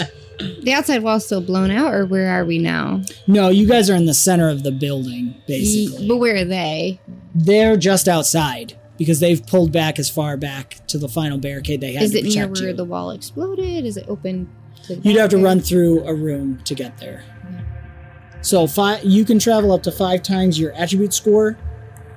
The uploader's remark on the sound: There was an unfortunate sound issue causing mics to peak incessantly